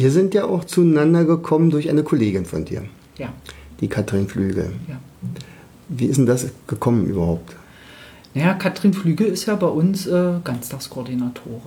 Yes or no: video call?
no